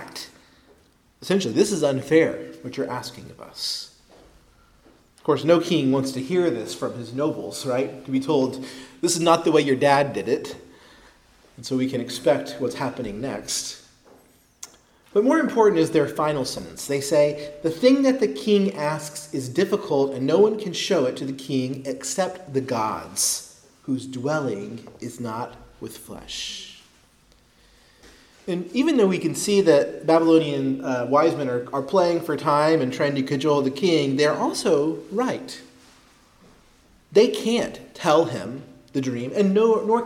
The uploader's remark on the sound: Preached at Christ Our Savior Baptist Church.